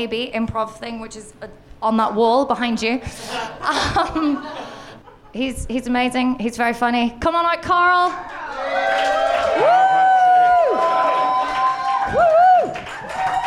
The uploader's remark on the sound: Live at the Comedy Cafe Berlin. Our first ever live show.